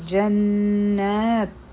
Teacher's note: په نون مشدد باندې به غنه کو او دا حرفي مده هم دی دوه حرکه به اوږدوو او